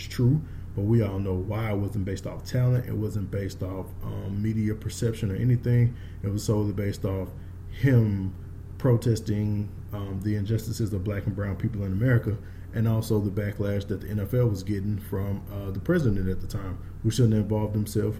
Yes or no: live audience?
no